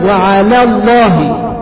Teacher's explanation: ترقق اللام الأولى وتفخم اللام الثانية من لفظ الجلالة وعلى الله، ما تقولش وعلى الله وتفخم اللام الاثنين.